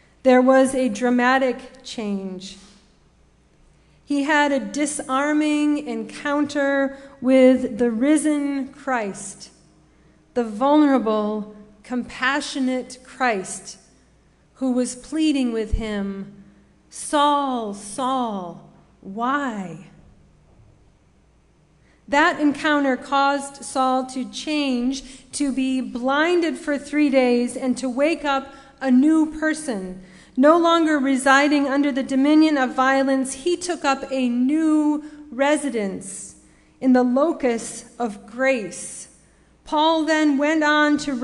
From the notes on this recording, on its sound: Sermon preached at RCHP